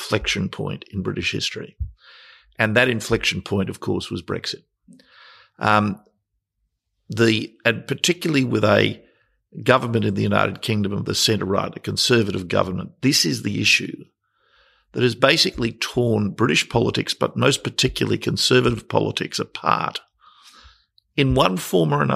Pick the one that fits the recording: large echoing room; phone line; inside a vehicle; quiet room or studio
quiet room or studio